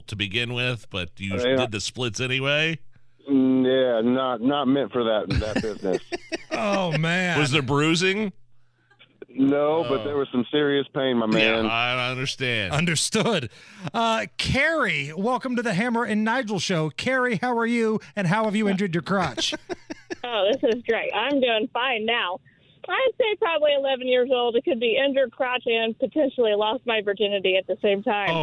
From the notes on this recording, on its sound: Listeners call